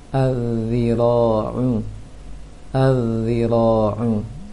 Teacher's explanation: Adzira'u juga hampir seharusnya bersama dengan ti lembutnya dan bahkan tidak ditiupkan angin ketika mengucapkan zi. Bisa dikatakan desirnya sangat tidak jelas.